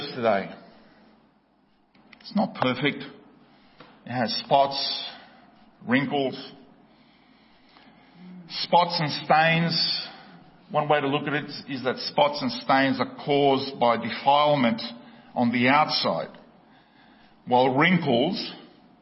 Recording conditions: large echoing room